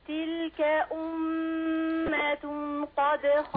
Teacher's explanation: أخفي النون عند القاف